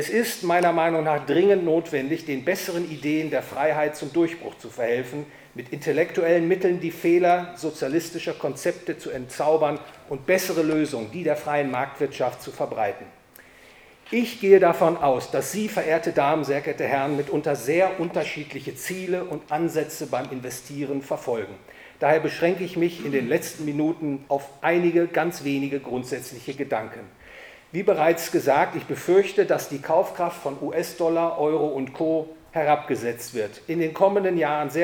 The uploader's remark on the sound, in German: gehalten auf dem PLATOW EURO FINANCE Family Office Forum in Königstein im Taunus